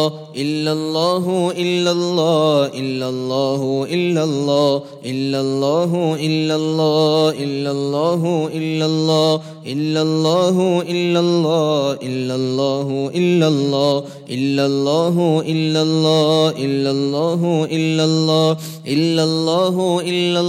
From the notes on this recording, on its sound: at the Houghton Masjid (West Street)